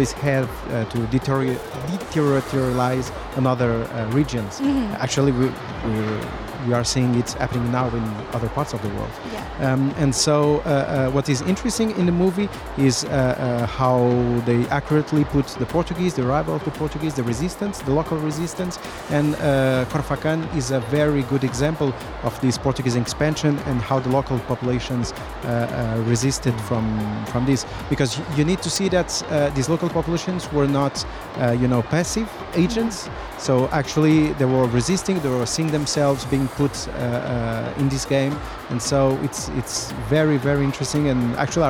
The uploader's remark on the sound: Live from SIBF 2023